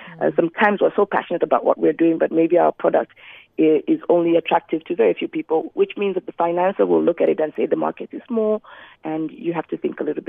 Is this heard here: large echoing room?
no